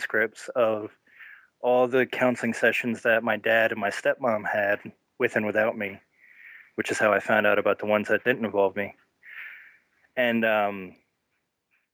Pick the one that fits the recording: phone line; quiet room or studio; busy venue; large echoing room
phone line